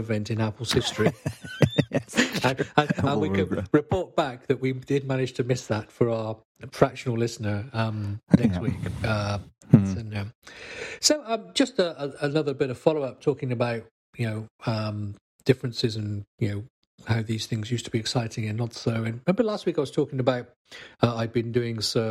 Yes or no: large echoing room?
no